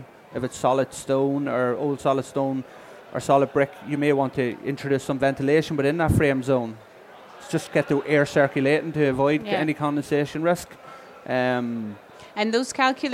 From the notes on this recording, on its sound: We caught up with them at Selfbuild Live Belfast 2023